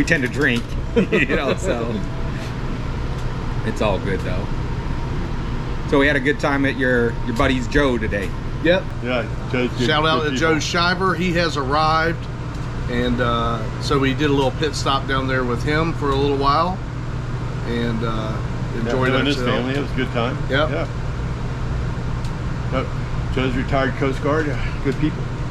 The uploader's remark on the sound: In this episode we are on location at the Daytona International Speedway for the Coke Zero Sugar 400.